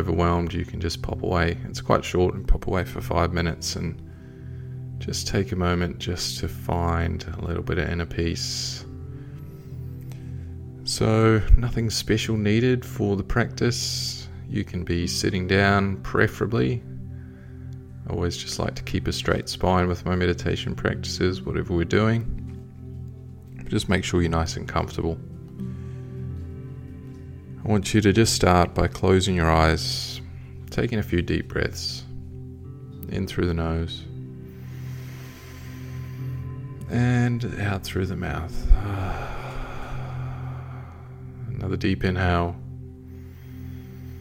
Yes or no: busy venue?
no